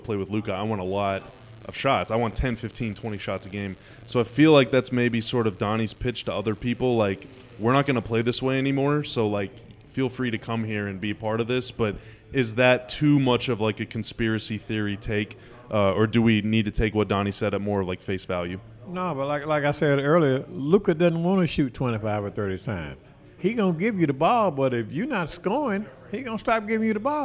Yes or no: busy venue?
yes